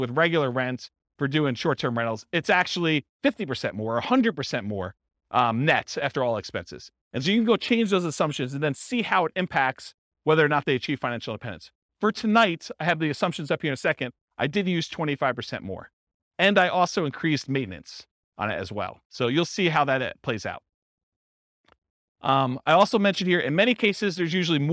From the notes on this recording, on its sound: This was a live class recorded